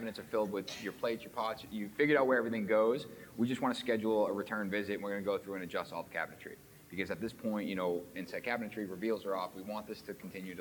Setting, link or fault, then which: setting, busy venue